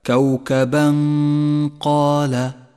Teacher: نخفي التنوين بالقاف مع بقاء غنة للتنوين ومن غير تشديد للقاف، أي هكذا كوكبا قال، ولذلك لون التنوين باللون الأخضر إشارة · Term: الإخفاء